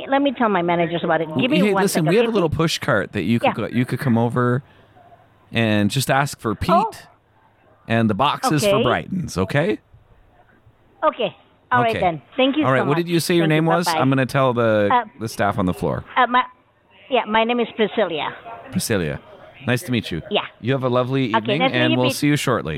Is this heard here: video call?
no